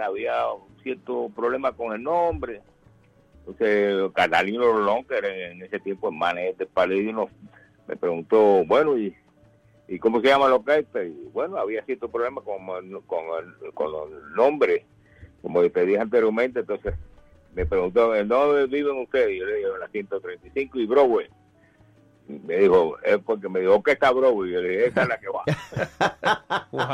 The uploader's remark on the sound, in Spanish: Una conversación telefónica más adelante en el programa